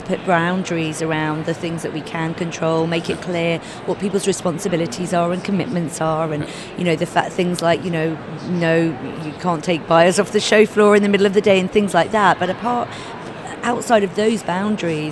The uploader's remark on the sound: Live from #IMEXAmerica.